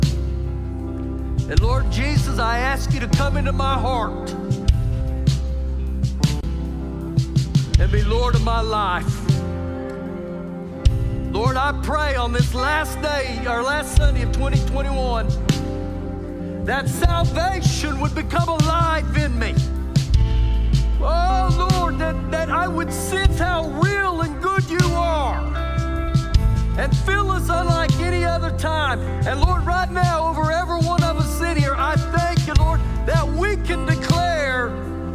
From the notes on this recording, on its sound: Recorded live during our Sunday morning service